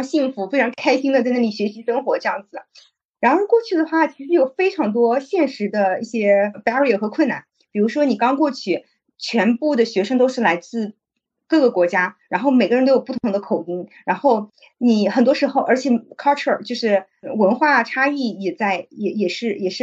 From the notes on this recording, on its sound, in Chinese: 今天这一期录制仍然是在线上。虽然上海解封了，但是我们忘记现在是可以出门的了。